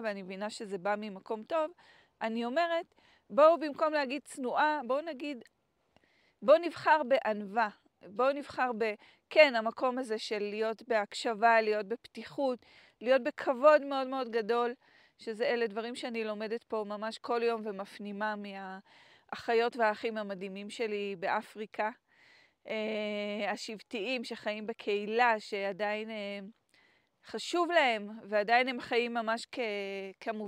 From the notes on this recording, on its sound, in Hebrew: הקלטתי לכן את הפרק בדרכים יפהפיות בצפון מערב טנזניה.